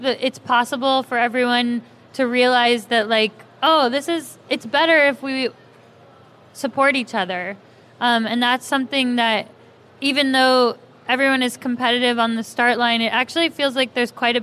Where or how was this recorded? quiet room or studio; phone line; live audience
live audience